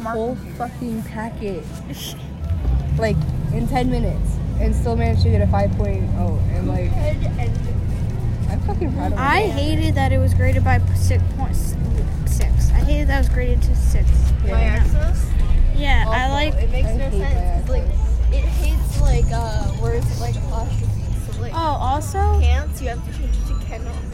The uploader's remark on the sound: Recorded on a bus